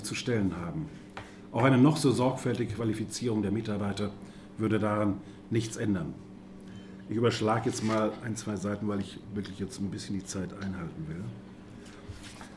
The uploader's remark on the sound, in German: auf der Jahrestagung des BPE